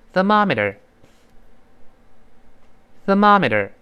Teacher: M O 里面的 O 完全翻成啊的声音了，这美式英语的特色了